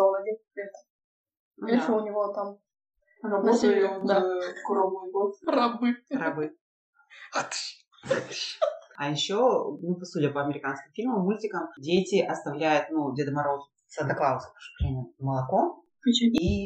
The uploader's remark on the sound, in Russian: Звук в выпуске чудит. Не стали рисковать и делать дубль 2.